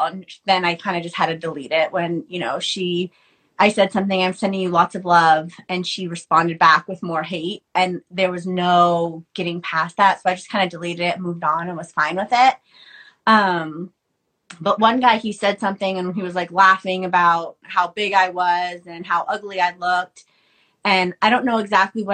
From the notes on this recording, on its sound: on Instagram live